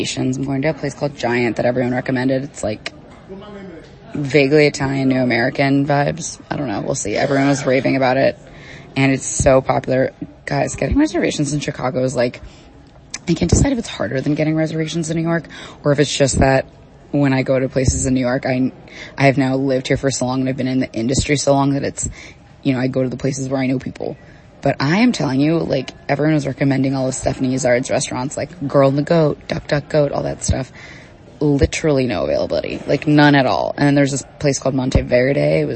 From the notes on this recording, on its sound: Live from Laguardia. I’m sorry about the breathy audio quality of this voice note, I was trying to be inconspicuous while recording at the airport!!